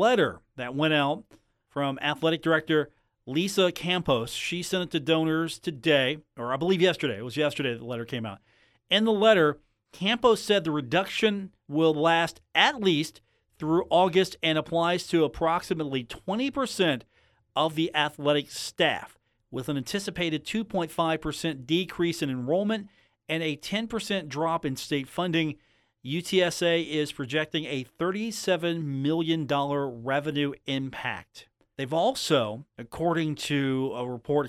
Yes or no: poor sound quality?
no